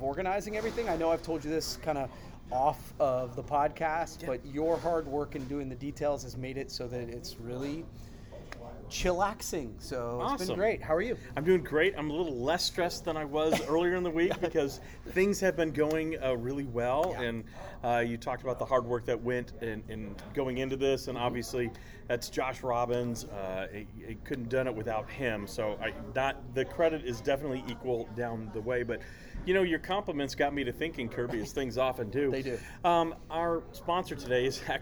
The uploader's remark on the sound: They recorded it on a cruise ship in the middle of the Caribbean while on the inaugural PromoCruise.